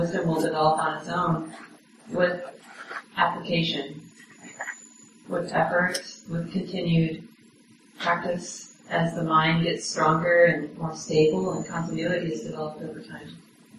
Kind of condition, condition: fault, poor sound quality